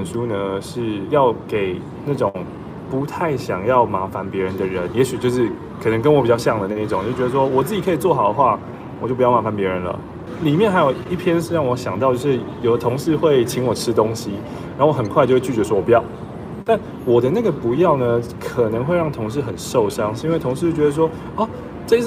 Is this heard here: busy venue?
yes